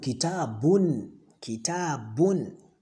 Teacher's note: When you say kitabun, you are pronouncing nun at the end of kitab · Term: nunation